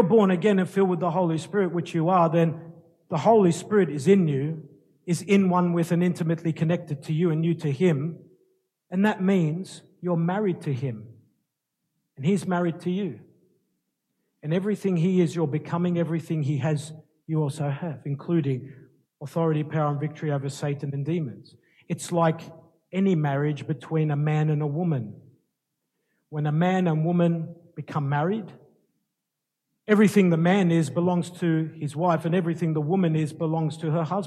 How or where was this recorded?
large echoing room